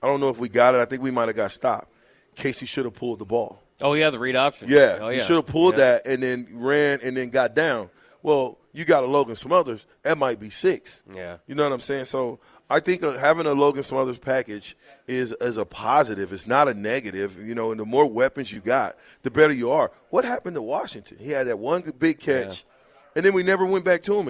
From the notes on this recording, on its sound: LIVE at Wingstop.